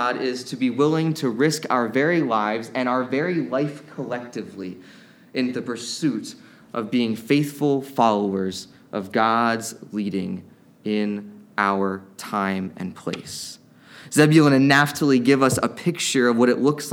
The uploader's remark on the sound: Preached at New Beginning Nazarene Church in Mt. Airy, MD.